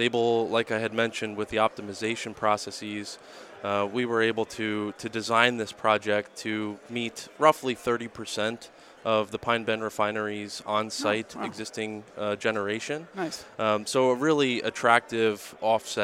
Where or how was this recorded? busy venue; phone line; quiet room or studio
busy venue